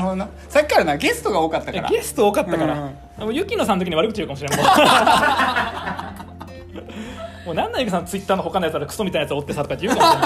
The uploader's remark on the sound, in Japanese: 公開収録_24時間ラジオ。24時間ラジオの最中に、公開収録しました。